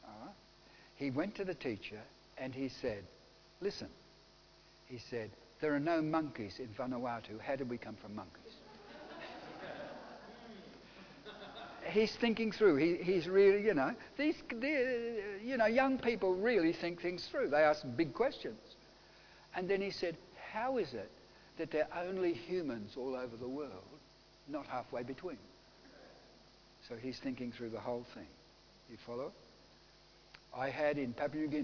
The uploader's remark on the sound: Audio sermon recorded live from King's Way Christian Fellowship, Wantirna, Melbourne, Australia.